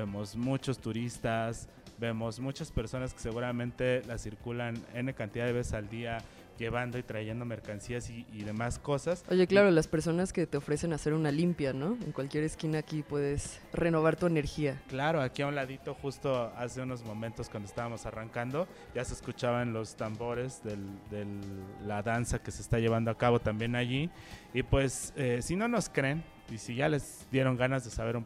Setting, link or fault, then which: setting, busy venue